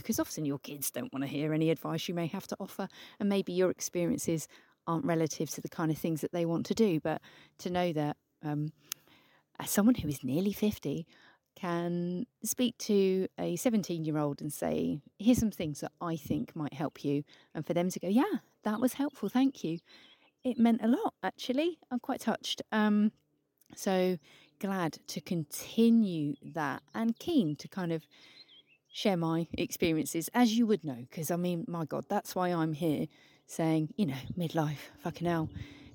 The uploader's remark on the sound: this episode has been recorded in the great outdoors